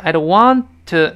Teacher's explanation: 那个 want，后面那个 t，失去爆破了